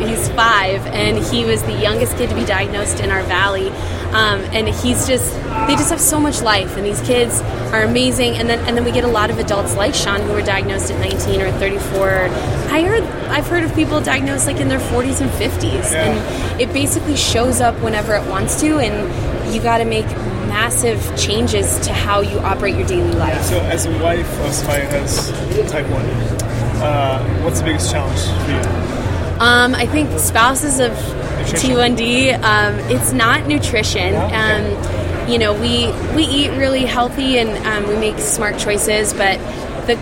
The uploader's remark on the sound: the Athlete On Fire show live from OR in Salt Lake City